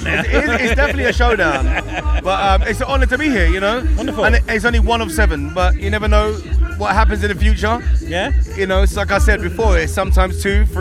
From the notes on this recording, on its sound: Today's episode was recorded at West Mids Showground for the Bonfire and Fireworks Bonanza hosted by The 90's Revival.